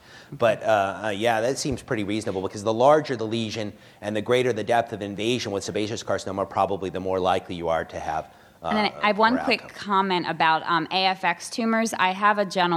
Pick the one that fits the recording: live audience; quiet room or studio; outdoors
live audience